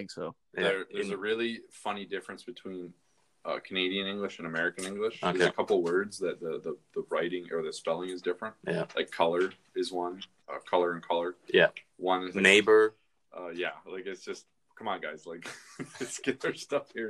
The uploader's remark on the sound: this is our first remote recording through the anchor app.